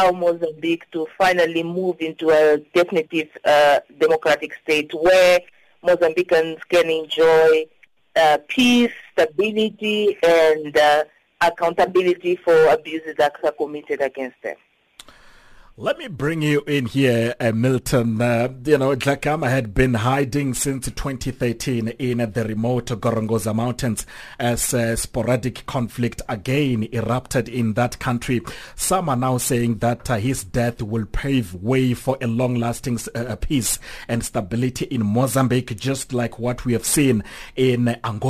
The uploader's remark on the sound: we are joined on the line